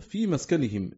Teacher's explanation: بإسكان السين وفتح الكاف والكسائي وخلف كذلك غير أنهما بكسر الكاف والباقون بفتح السين وكسر الكاف وألف بينهما.